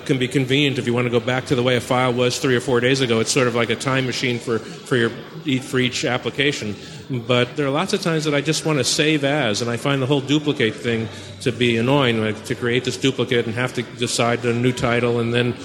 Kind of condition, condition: setting, busy venue